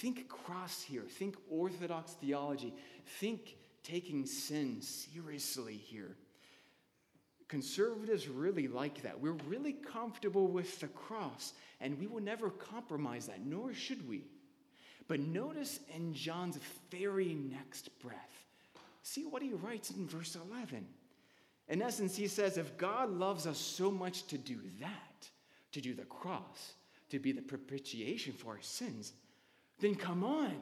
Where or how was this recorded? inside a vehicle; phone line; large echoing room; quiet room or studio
large echoing room